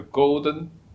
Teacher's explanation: If you put the go in a double syllable word like a golden, and the high pitch part is the first tone in Mandarin